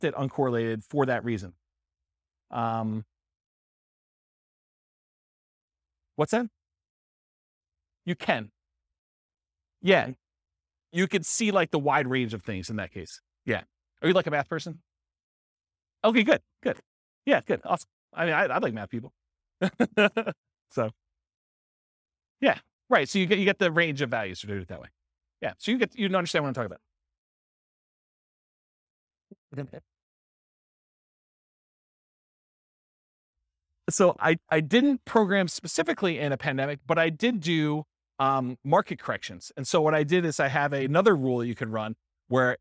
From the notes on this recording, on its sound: This was a live class recorded.